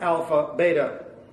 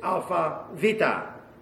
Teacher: This is not a B sound, it's a V sound, like vita. · Shown in: second take